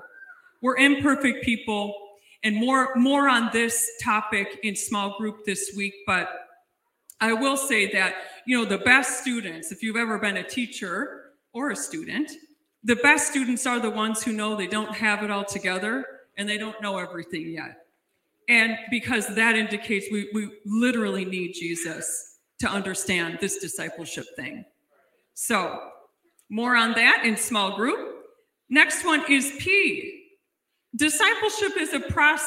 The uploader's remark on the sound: This JAT was recorded live on January 16th, 2022 at Newark United Pentecostal Church